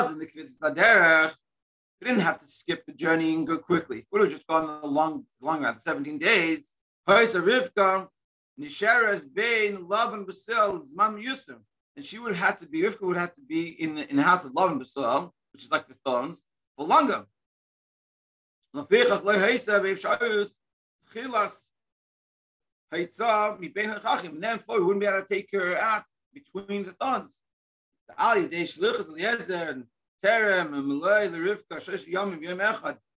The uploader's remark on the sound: Daily Zoom Shiur.